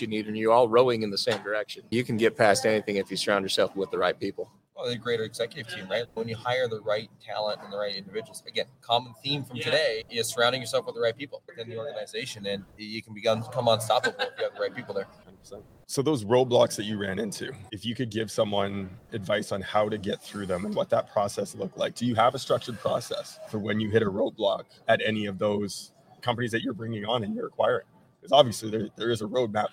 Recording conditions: busy venue